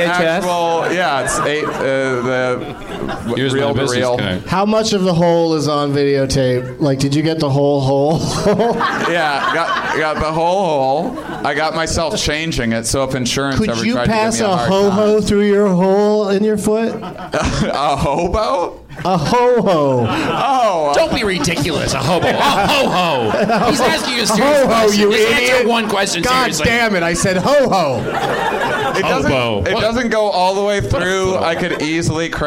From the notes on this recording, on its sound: Live from the NerdMelt Showroom in LA